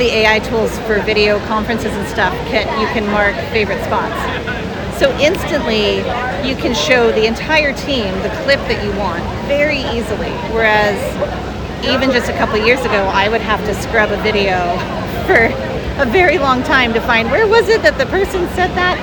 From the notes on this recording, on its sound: Recorded live at the UXDX conference in New York in May 2023.